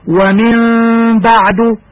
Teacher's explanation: قلبنا النون الساكنة قبل الباء ميما ساكنة وأخفيناها بغنة · Term: الإقلاب